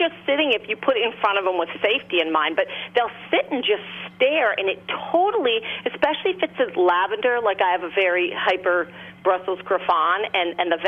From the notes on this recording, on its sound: joined via phone